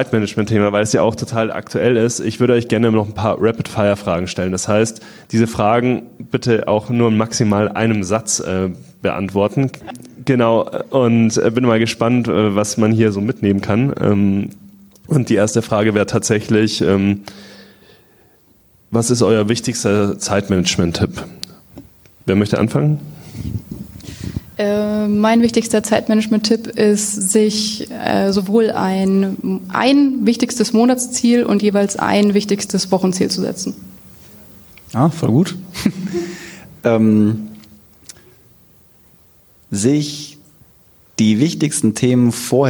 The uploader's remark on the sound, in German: Die Folge wurde als Live Mitschnitt auf dem ersten Sidepreneur Meetup in München aufgezeichnet.